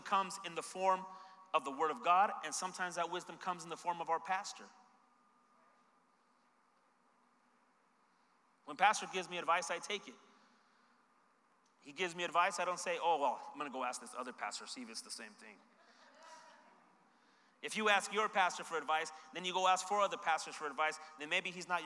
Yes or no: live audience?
yes